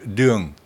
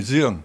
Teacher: C'est-à-dire que la série orale, normale, qui correspond à la nôtre, a disparu et est remplacée par un « ze », n'est-ce pas ? Le « dung », un « dé » normal, est devenu « zung » · Shown in: second take